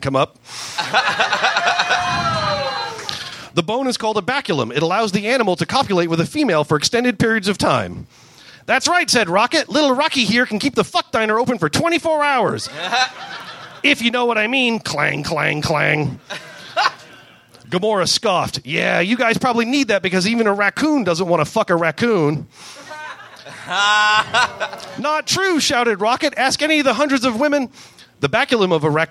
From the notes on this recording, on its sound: Recorded live at the Rendezvous in Seattle